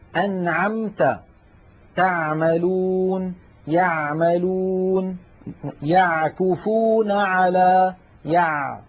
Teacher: العين الفصيحة أعمق إلى تحت أكثر.